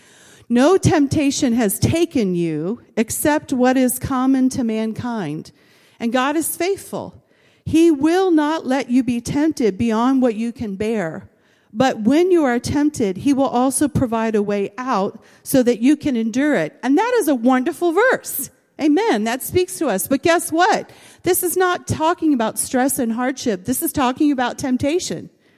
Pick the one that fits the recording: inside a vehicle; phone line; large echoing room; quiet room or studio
large echoing room